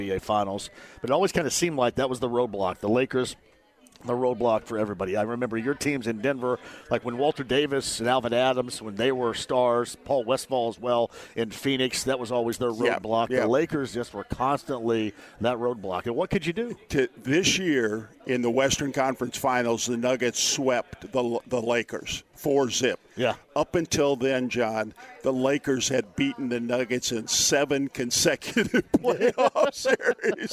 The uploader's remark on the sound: Live From Horshoe Indianapolis